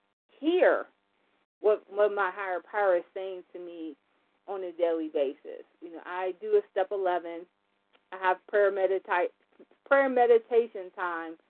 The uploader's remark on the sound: 100 Pounders Phone Meeting